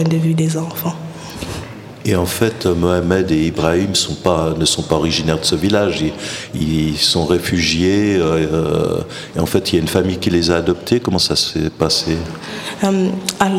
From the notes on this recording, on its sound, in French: En direct du festival Black Movie